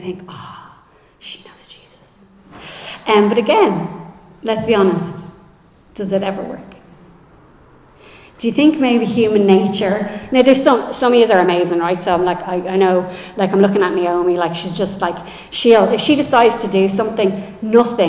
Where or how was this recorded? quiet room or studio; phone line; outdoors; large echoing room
large echoing room